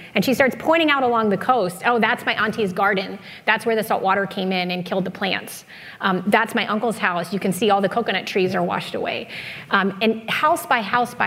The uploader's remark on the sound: We listen to a panel discussion. For The Nature Conservancy in Connecticut ’s annual Nature Talks series. It was recorded in front of a live audience at Grace Farms in New Canaan, CT.